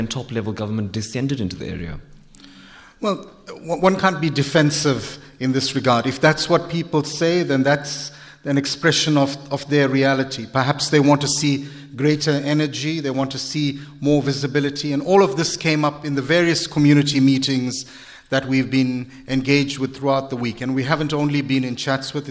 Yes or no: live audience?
yes